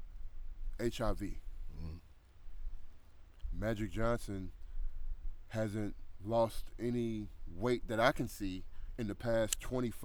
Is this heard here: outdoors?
yes